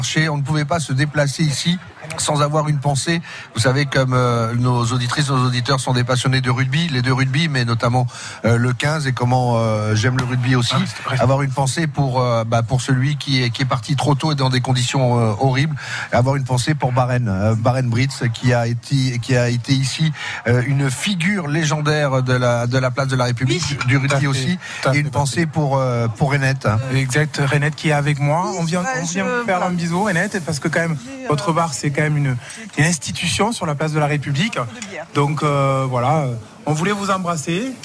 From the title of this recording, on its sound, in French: En direct de la Fête des Marchés Place de la République à Perpignan